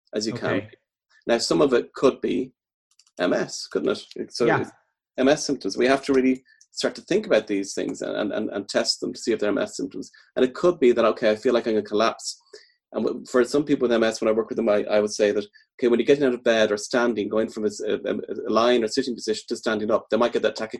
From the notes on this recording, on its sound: This is the first in a series of four programs recorded on Zoom with a live audience.